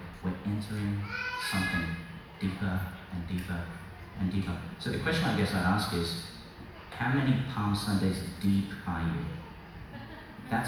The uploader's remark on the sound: Delivered to the young people at Ignite Youth Summer Camp 2022, QCCC Mapleton. The first Gospel (Luke 19:28-40) before processing to the Altar is what is included in this recording, rather than the dramatised Gospel (Lk 22:14-23:56).